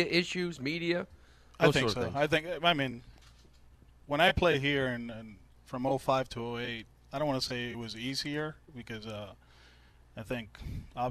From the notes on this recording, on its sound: As part of the WEEI/NESN Jimmy Fund Radio Telethon. Live at Fenway Park.